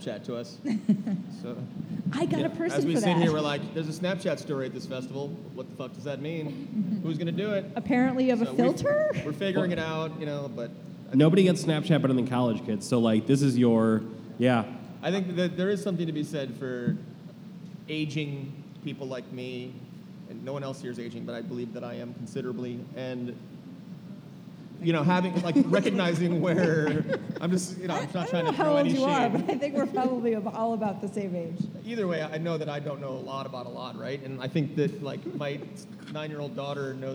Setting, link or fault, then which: setting, live audience